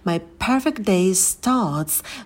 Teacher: Мы my произносим потише, подпрыгиваем на слове perfect. Не забывайте про придыхание на p.